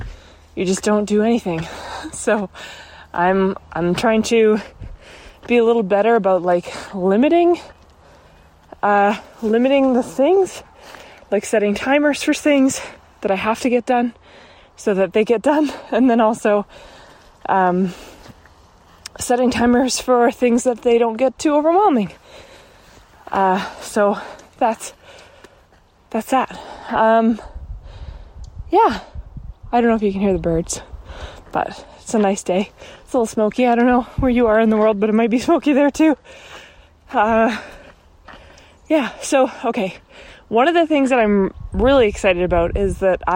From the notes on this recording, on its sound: Another walking episode!